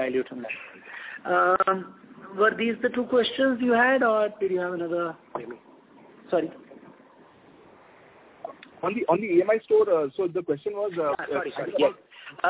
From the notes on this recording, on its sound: Results discussion/conference call